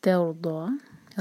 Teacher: را ساکن ہیوی، را ساکن سے پہلے فتحہ ہے، ضا دو حرکہ اور ہیوی، ضاد ہیوی لیٹر ہے.